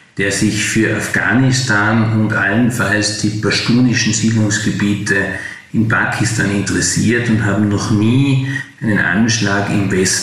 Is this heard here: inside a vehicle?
no